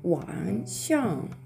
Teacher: SH で始まる音は反り舌音になりまして口の中で舌を反り上げてですね上向きに反り上げるようにしてその左右の隙間から息を吐いて芯を作ります。はい、なのでここでは「ワンシャン」というふうに低く沈んでそしていきなり上から急降下するというね3声4声の組み合わせになります。でどちらもですね最後最後の音が NG で終わっていますので日本語のカタカナで書くとですね「えー、ワン」とかね「シャン」とかね「円で終わるいうふうにあの聞こえるかもしれないですよそういうふうにあのカ